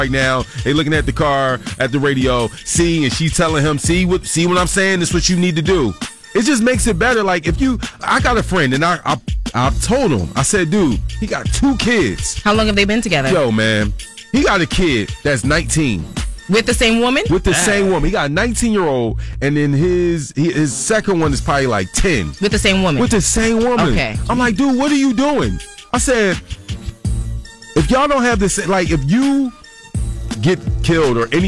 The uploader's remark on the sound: Some listeners called in with their opinions.